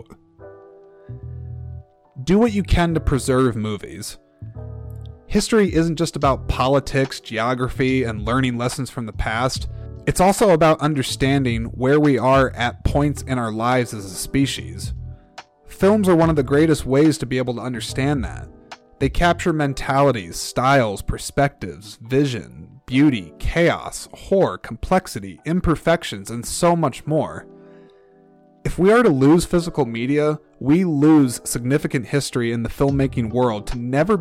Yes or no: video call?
no